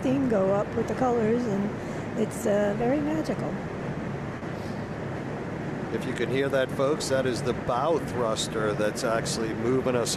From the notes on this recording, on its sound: broadcasting live from along the Mississippi River on board the Steamboat Natchez